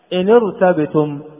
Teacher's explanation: ف فلو أننا وصلنا الكلام لكانت النون ساكنة بعدها راء ساكنة، فكسرت النون لالتقاء الساكنين